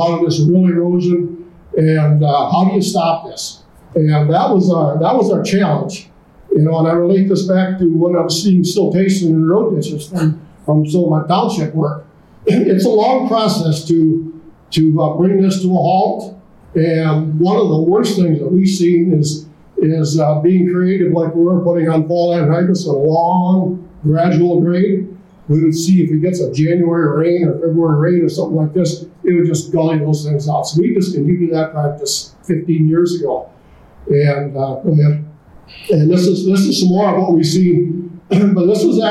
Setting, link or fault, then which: setting, live audience